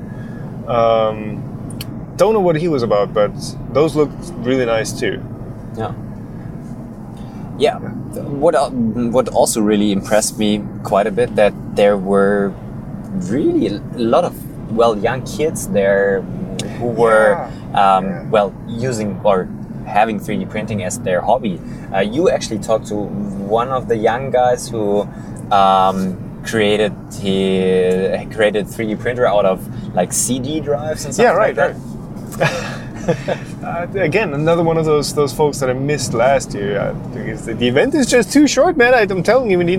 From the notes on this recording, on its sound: MRRF2019 Recap! (recorded while driving back).